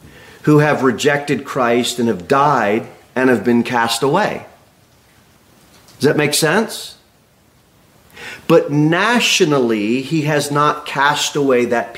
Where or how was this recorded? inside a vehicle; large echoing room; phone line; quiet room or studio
large echoing room